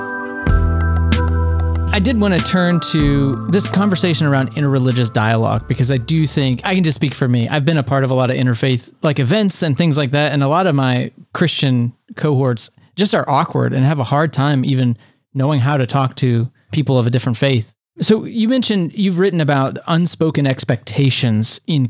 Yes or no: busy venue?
no